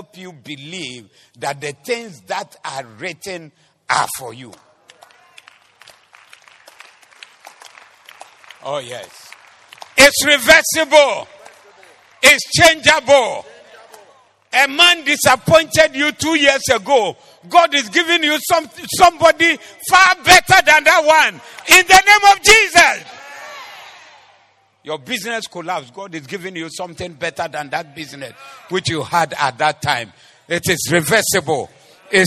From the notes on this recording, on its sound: Preached at the Zeloo Service